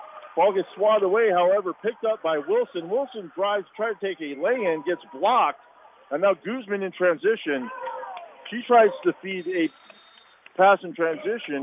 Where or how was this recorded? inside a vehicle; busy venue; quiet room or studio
busy venue